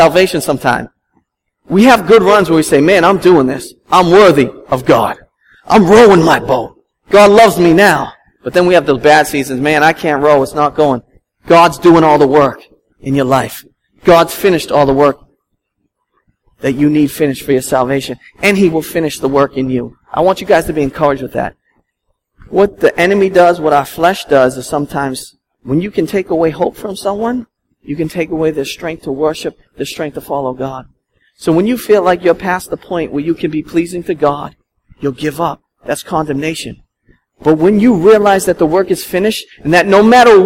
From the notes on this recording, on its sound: at Restoration Road Church in Wakefield, MA